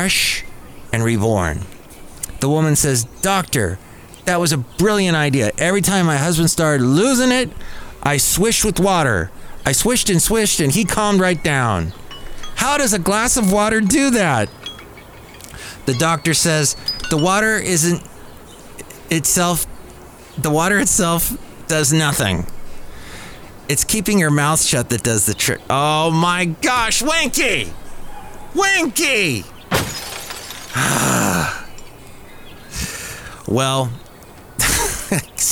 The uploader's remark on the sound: podcasts live from Café Anyway